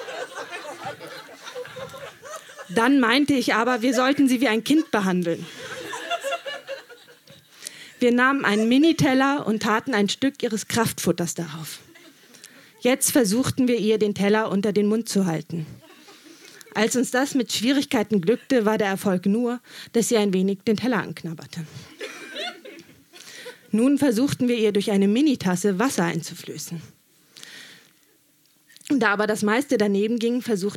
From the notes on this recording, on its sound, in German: Auswahl der Beiträge von der „texte von gestern“-Liveshow. In der Wohngemeinschaft, Köln. Heißen Dank an die Wohngemeinschaft, unser tolles Publikum.